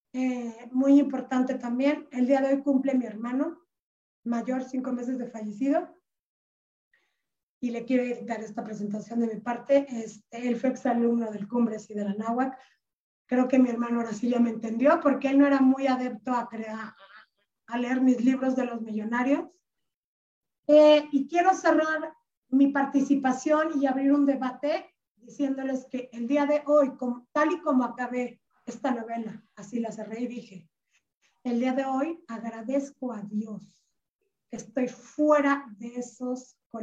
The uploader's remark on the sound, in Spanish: Se transmitió vía ZOOM y Facebook Live